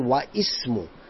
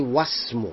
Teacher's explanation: We call this hamzatul wasal. That means we don't pronounce the hamza. · Shown in: second take · So I cannot say wa ismu, I say wasmu.